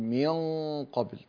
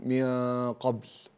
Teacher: تلصق اللسان في مخرج القاف عند إخفاء النون · Shown in: first take